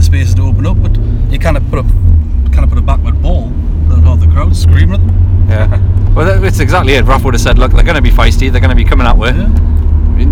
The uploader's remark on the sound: join you from the car home